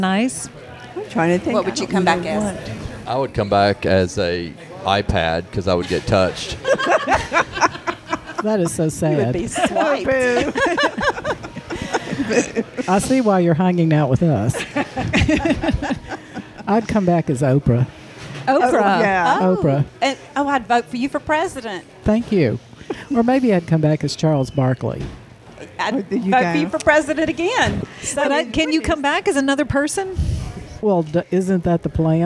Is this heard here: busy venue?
yes